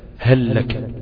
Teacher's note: أنا ما نطقتش في هل لك غير لام واحدة مع أنهم اثنين لام